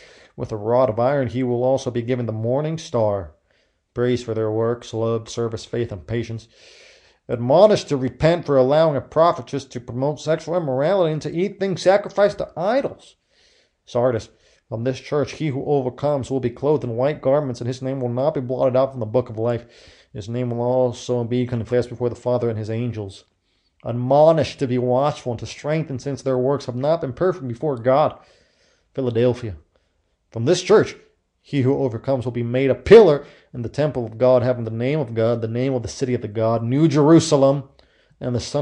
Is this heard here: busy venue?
no